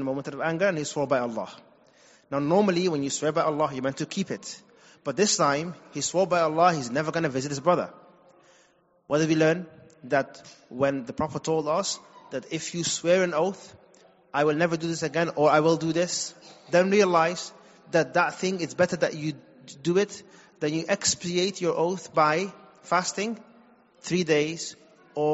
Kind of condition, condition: setting, large echoing room